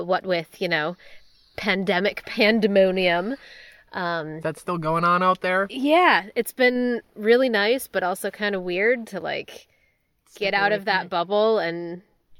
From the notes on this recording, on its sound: We recorded directly from our property for the very first time! I forced everyone to pile into our tent and record from there. You know, because of acoustics.